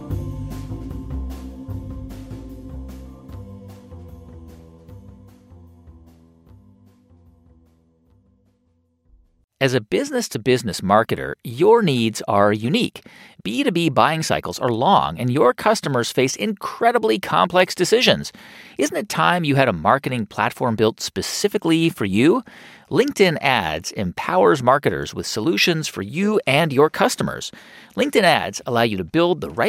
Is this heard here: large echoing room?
no